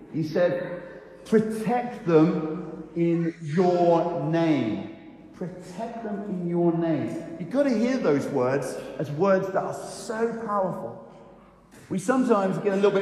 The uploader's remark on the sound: I recorded on Sunday 21 st May an encouraging talk at Newcastle Holy Cross (Fenham)